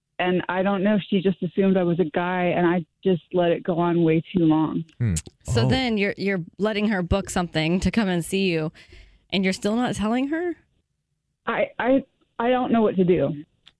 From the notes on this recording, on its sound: A Phone Prank